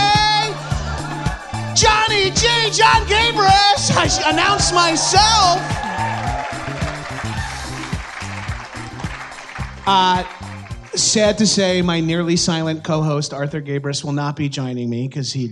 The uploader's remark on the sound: LIVE at Just For Laughs